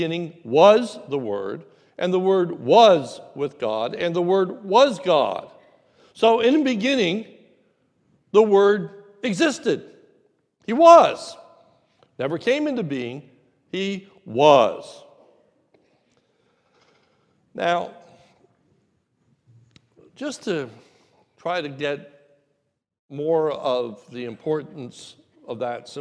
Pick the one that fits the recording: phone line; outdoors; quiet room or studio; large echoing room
large echoing room